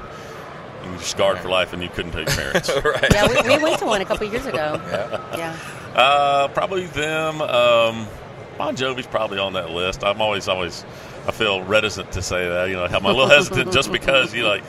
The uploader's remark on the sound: during the 2019 ATA Show